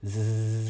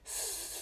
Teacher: とは「さしすせそ」の「す」っていう音はこれ無声シーンですでそれに対して「ザジズゼゾ」っていうのは「えーまあ、Z, Z にで書いた場合ですけど、まあ、これは優性シーンということになります。で無声か優性か分かりやすいのは喉に手を当てていただいてですねスーって発音しても指先何も感じないと思うんですけど声帯が振動しないのでただズーって発音するとズー振動してるのが分かる